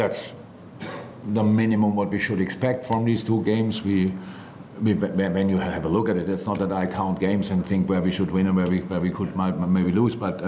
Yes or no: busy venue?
yes